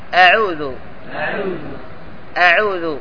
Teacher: ويراعى التأكد على ترقيق الهمزة في أعوذ، يعني لا تفخمها فتقول أعوذ، وإنما قل أعوذ.